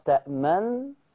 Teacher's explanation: ضم الشفتين بعيد إسكان الحرف، تأمن ثم الإشارة بالشفة. · Term: الإشمام